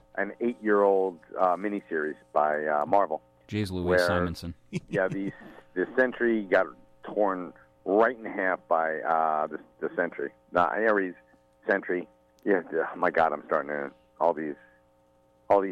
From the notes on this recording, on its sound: A telephone call